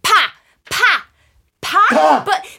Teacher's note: you see the strong implosive of the P? It's quite bursting.